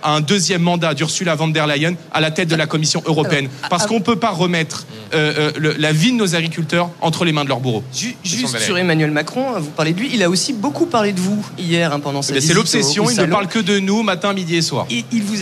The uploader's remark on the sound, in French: en direct et en public